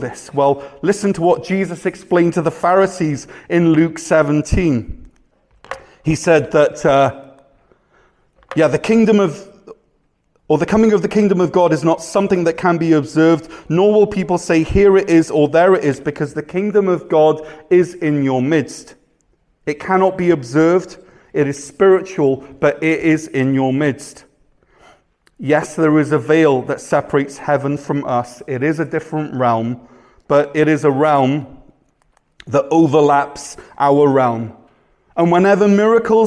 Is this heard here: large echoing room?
yes